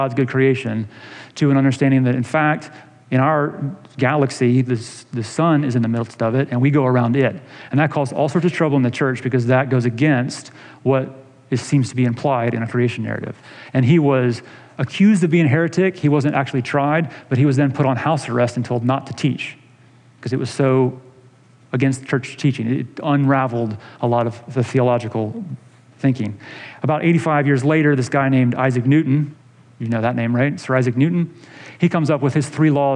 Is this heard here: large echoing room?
yes